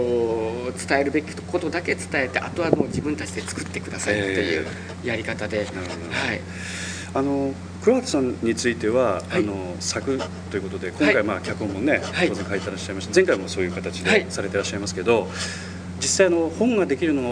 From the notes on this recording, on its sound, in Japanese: 録音場所は秋晴れの青空のもとです